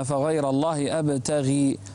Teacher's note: انتبه إلى الغين، أبتغي، لا تفخمها كثيرا